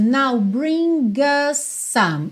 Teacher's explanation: Esse us quase não aparece. Ele fica sendo mesmo a ponte aí entre bring e o some. E como us termina com S e some começa com S, naturalmente você vai juntar num S só, tá?